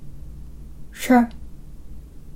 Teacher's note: シュのもう一つの異音はシュからさらに舌の先を少し上に曲げてシュと発音します